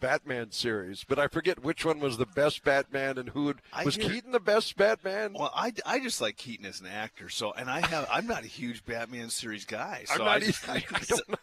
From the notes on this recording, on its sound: broadcasting live from Bulldog Tap